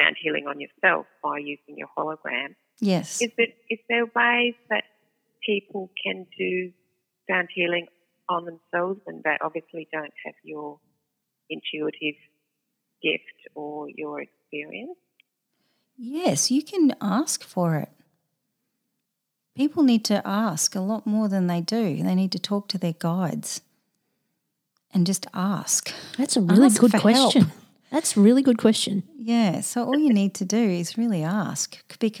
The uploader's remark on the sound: we take calls